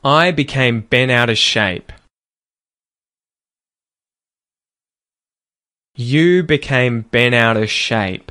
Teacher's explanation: it's turning into the T flap where there are vowels on either side of it